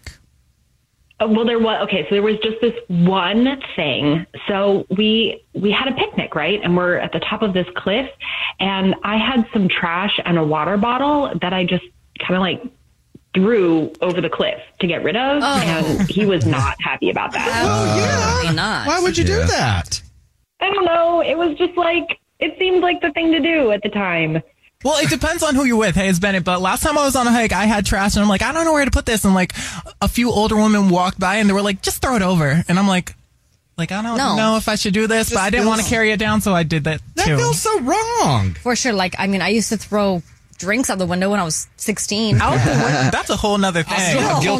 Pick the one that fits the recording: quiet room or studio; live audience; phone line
phone line